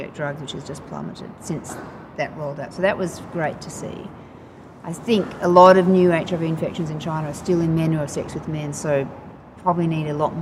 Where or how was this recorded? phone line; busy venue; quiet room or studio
busy venue